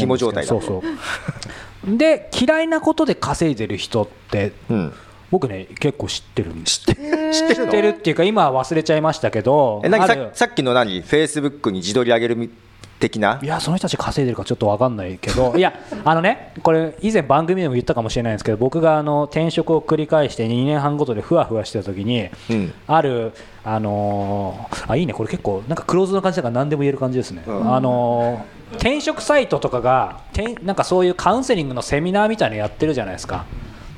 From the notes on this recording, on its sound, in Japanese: 初の公開収録！今回も昨年の11月30日に行われた公開収録の続きです。